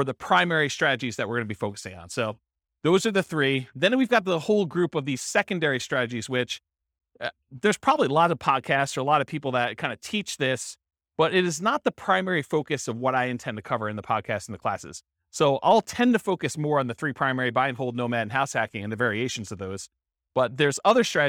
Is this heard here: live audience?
yes